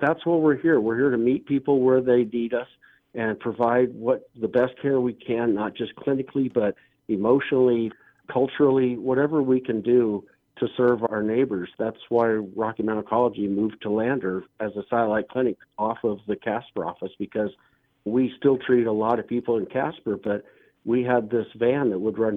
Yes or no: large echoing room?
no